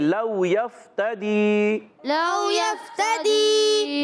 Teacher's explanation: لو میں واو ساکن سے پہلے زبر آ رہا ہے، واولین ہوگا، نرمی سے ادا کریں گے. یفتدی، یا کو فا سے ملانا ہے، فا کو ساکن رکھنا ہے، فا ہلانا نہیں، بعض بچے ہلا دیتے ہیں.